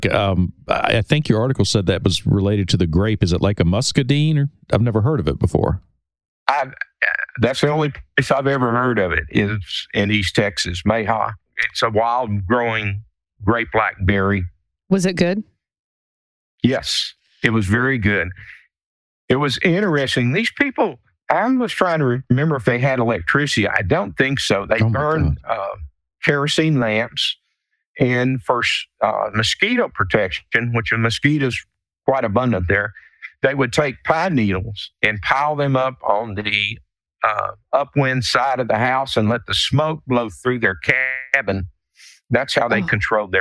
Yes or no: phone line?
no